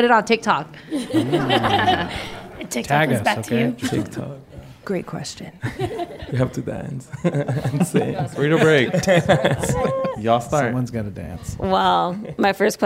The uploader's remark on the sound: It's HTLA's first live special! At the Crawford Family Forum.